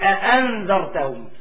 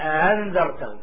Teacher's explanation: التحقيق هو إظهار الهمزة · Shown in: first take · مثل أأنذرتهم، هذا اسم تحقيق.